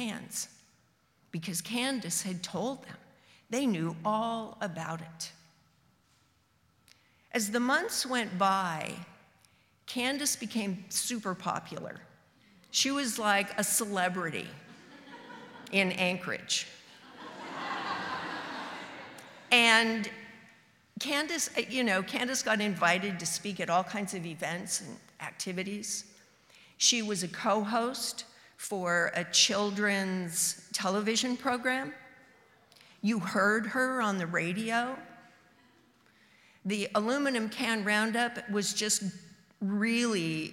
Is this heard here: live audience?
yes